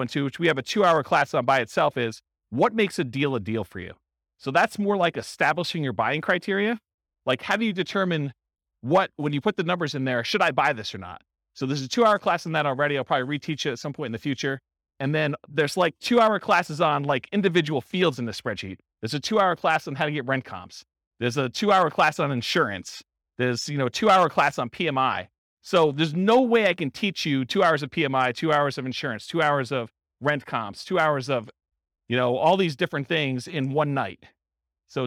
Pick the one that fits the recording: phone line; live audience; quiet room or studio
live audience